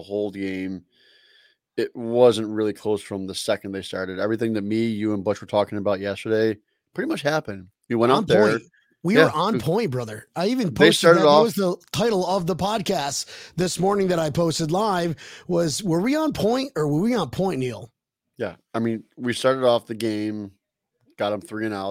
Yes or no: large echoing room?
no